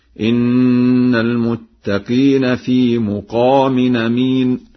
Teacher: فقد قرأ ورش لفظ مقام بضم الميم هكذا: إن المتقين في مقام أمين.